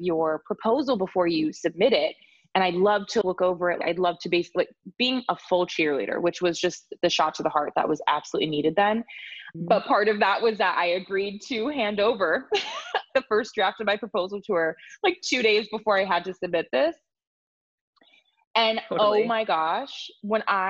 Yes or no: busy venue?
no